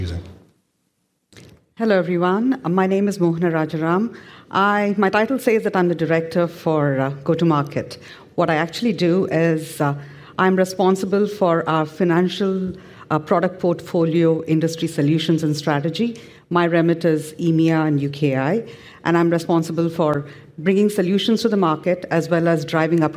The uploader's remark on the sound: This panel session at FinJS